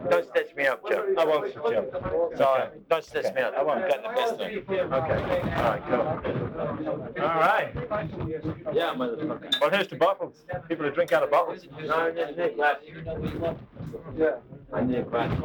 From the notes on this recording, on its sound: The sound of the crowd makes a lot of it hard to make out. Everyone in the reception area in the Morrison Hotel, did fall silent as soon as the row erupted in plain view of all concerned.